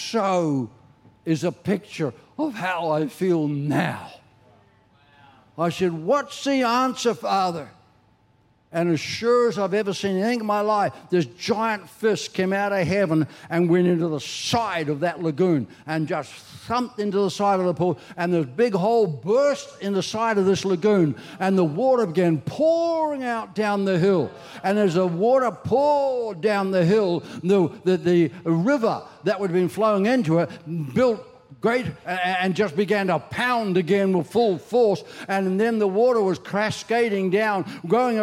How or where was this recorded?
large echoing room